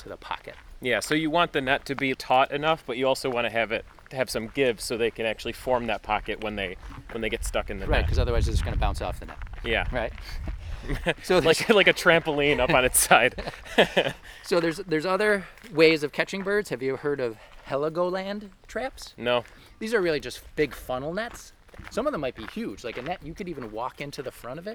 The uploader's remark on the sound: This episode was recorded on July 14, 2019 at the Reinstein Woods Nature Preserve in Cheektowaga, New York.